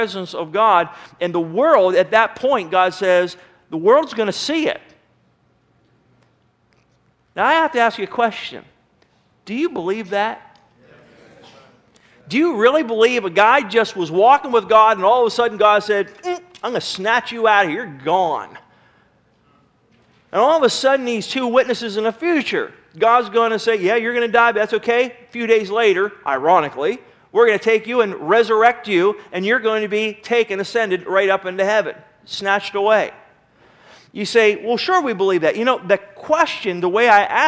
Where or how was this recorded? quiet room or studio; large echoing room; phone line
large echoing room